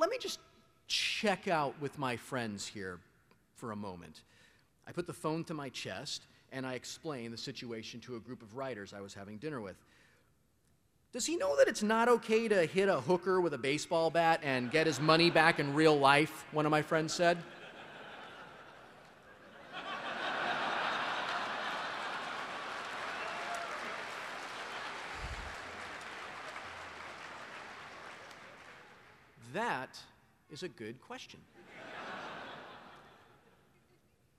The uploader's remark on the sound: This is a recording of my 2007 Keynote to the Penny Arcade Expo in 2007.